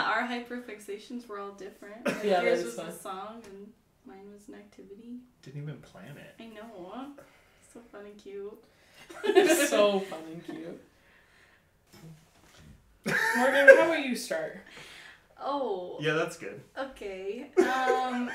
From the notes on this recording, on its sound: Disclaimer: SNEAK PEEK Episodes are episodes we made in trying to determine how the pod would work, as such there are some less than desirable audio and video issues as well as general awkwardness.